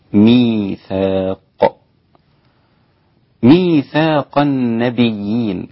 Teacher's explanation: الياء هنا ياء مادية، لابد أن تأخذ حركتين، حركتين هو المد الطبيعي